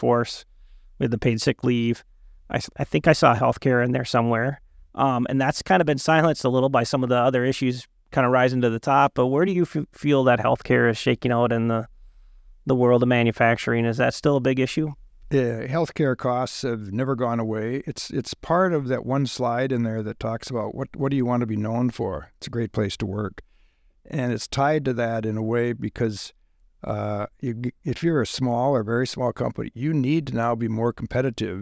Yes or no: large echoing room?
no